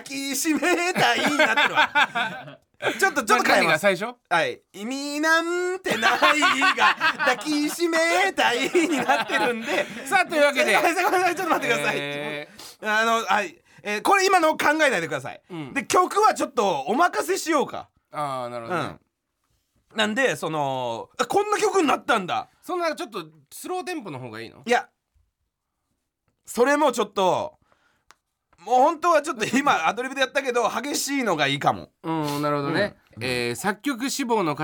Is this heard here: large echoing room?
no